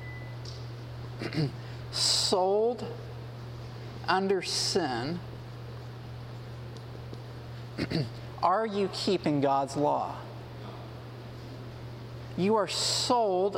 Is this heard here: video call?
no